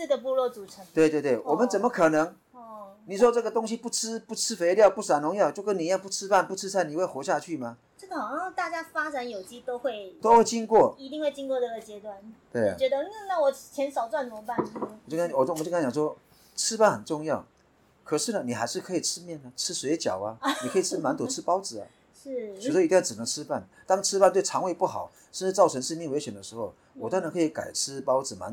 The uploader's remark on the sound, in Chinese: 今天要帶大家走出錄音室，來到位在宜蘭縣的大同鄉。這次是我第一次獨自開著車離開外縣市，經過雪隧前往採訪地點。所以我選了一個山腳下的部落。